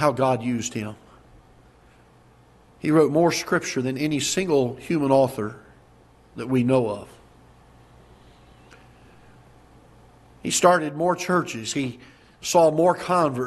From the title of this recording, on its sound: Ketha Heights Baptist Church ~ Live Broadcast